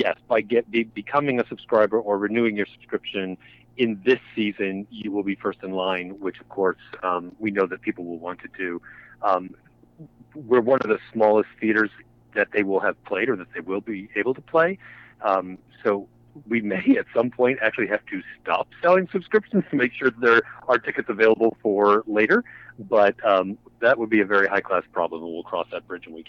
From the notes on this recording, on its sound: By phone to discuss the new season.